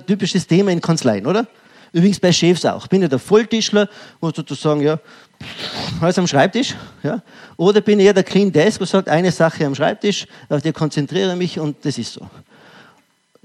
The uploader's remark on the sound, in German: Ausschnitt aus dem ÖGWT-Vortrag "Wirksame Mitarbeiterführung". LIVE.